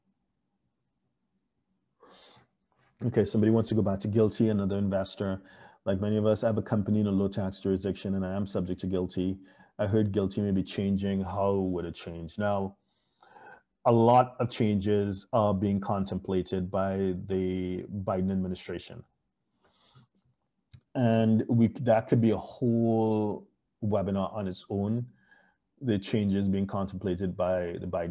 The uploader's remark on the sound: Thank you for joining us on Zoom.